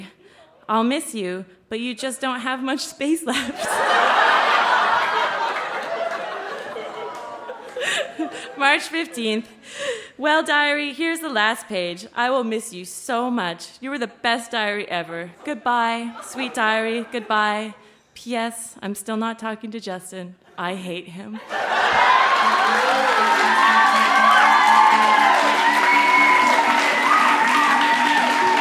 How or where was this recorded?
live audience